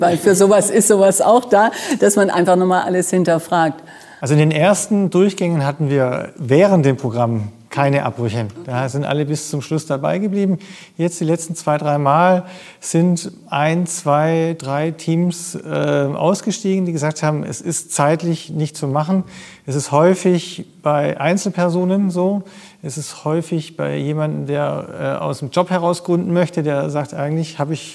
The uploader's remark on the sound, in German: Live vom Demo Day des 6.